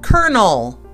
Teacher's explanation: It looks like colon L, but we pronounce it colonel. Colonel, like there's a R in there. And the O's don't even make any O sounds.